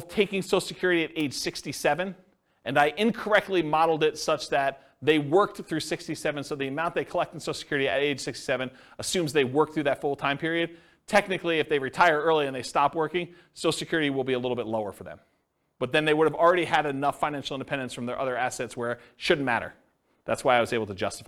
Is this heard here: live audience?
yes